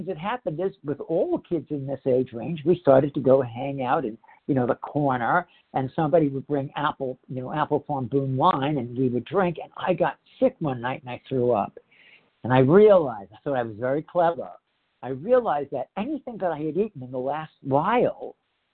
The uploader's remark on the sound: The 100 Pounders Phone Meeting.